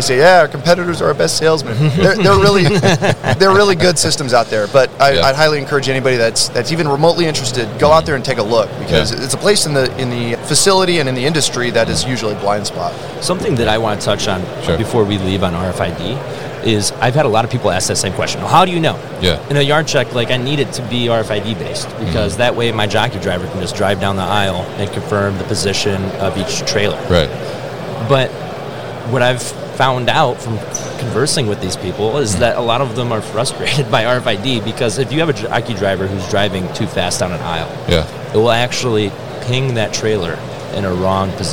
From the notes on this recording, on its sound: Yard Management Solutions at MODEX 2022